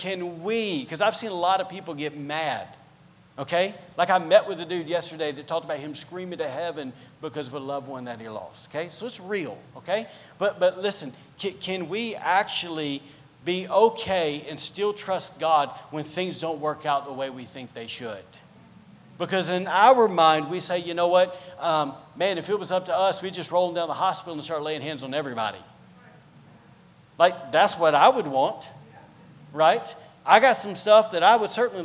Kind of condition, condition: setting, large echoing room